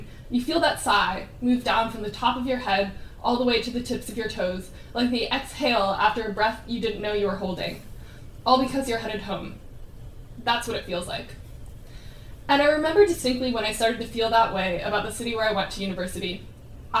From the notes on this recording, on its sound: Stories and poems from the UC Postgrad Students Association Open Mic Event